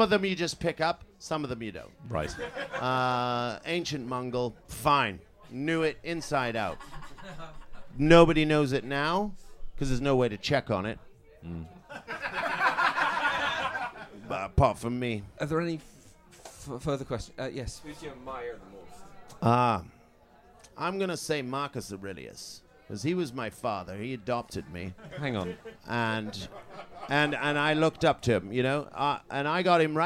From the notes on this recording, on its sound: In the second episode to be recorded at the Edinburgh Festival Fringe, we take questions from the floor.